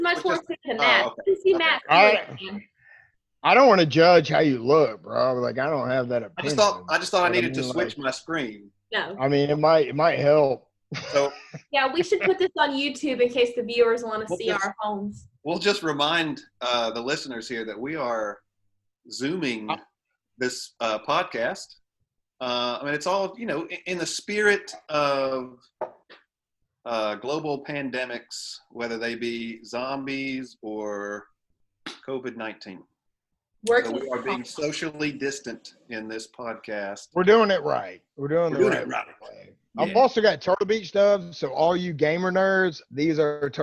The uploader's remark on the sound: we did record this through Zoom